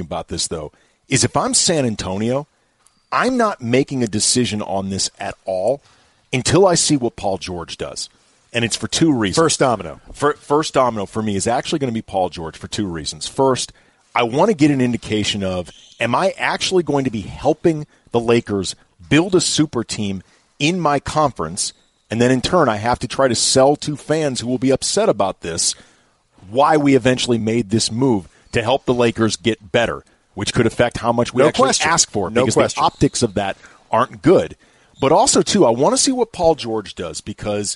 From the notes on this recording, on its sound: Live from the UCLA Health Training Center as the Lakers wrap up the 2018 NBA Draft.